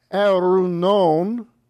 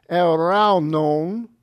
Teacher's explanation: The alternate is eraunon. The only difference is the diphthong au instead of u. · Shown in: second take · Alpha instead of epsilon.